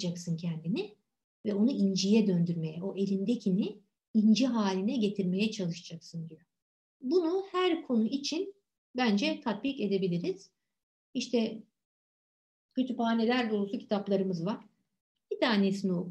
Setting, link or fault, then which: link, video call